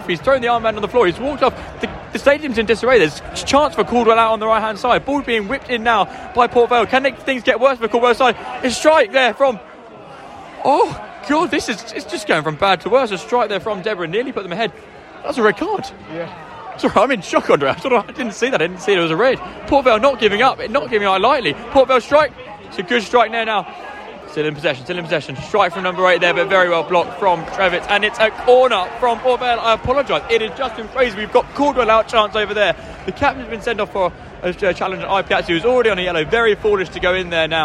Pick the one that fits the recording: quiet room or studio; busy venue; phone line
busy venue